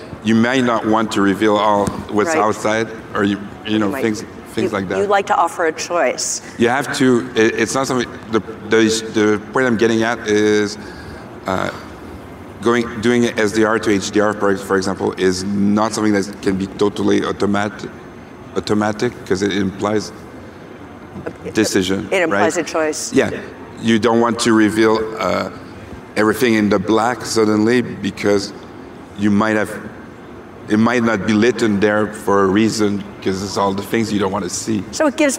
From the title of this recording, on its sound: 2019 #NABShow Live